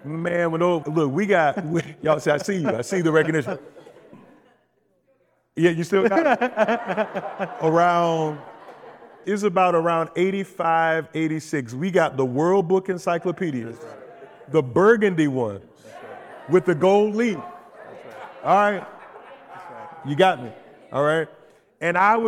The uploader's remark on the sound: In this live recording at FTE's Christian Leadership Forum.